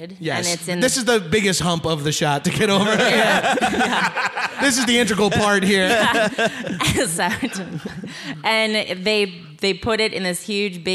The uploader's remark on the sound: Recorded live at the YUKON COMEDY FESTIVAL.